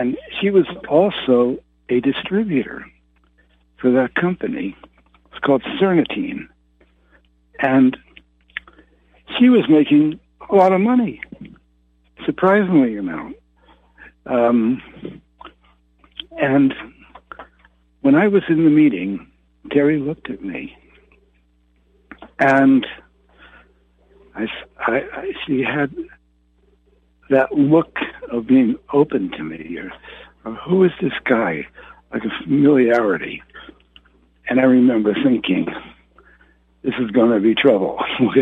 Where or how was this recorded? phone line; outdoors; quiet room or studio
phone line